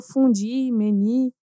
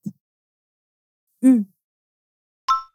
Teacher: Você faz os lábios como se fosse fazer o som de U, mas a língua como se fosse fazer o som de I. · Shown in: second take